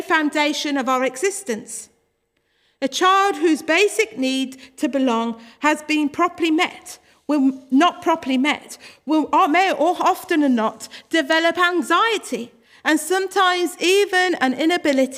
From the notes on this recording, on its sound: Worship from Morley Salvation Army, originally broadcast live in June 2021.